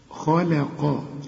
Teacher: الخاء مفخمة دائما مدام مفتوحة، والقاف مفخمة دائما مدام مفتوحة، واللام مدام بعيدة عن لفظ الجلالة اللي قبله مفتوح أو مضموم مرققة دائما. يبقى عندي حرف مفخم، وبعدين حرف مرقق، وبعدين حرف مفخم. فخد بالك، طلع اللام دي مرققة دائما.